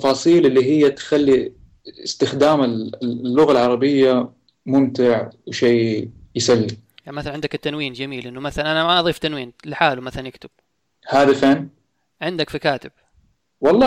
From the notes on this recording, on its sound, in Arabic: سامحونا مقدماً على جودة الصوت.